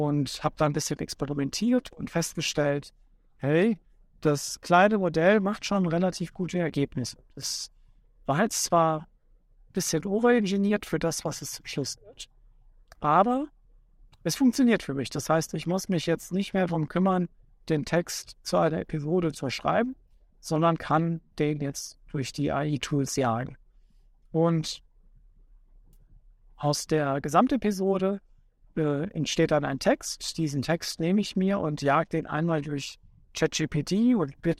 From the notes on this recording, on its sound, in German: Er befindet sich gerade im Auto, was zu einigen Hintergrundgeräuschen führt, und nutzt die Zeit zwischen Arbeit und Zuhause, um diese kurze Episode aufzunehmen.